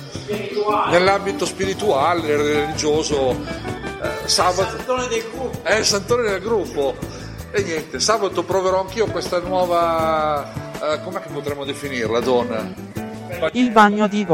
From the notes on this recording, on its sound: LIVE SHOW FROM PIZZERIA IL MAGGIOLINO-(Piacenza-City).